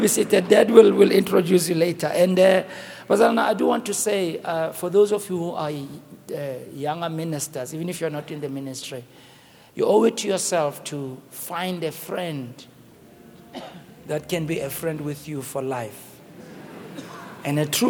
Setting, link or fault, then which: setting, large echoing room